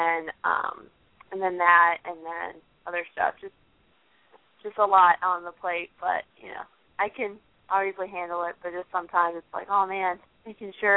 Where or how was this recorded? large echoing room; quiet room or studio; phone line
phone line